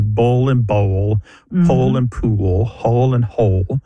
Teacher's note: they all end in that L sound. And that L at the end of the syllable is what is known as a dark L. So the physical act of pronouncing that dark L kind of requires the back of the tongue to raise toward your soft palate. · And that L at the end of the syllable is what is known as a dark L. So the physical act of pronouncing that dark L kind of requires the back of the tongue to raise toward your soft palate. And that movement of the tongue pulls the vowel that comes before the L in a new direction.